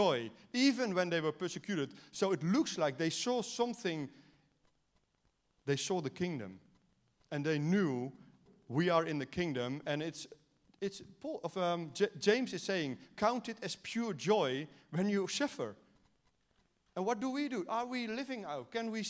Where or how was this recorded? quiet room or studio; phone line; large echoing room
large echoing room